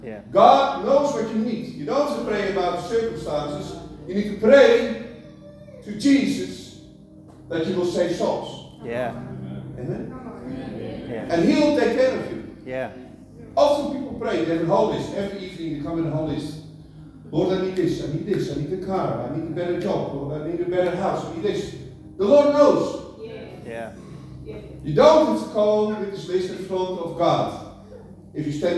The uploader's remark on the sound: Apologies for the poor quality recording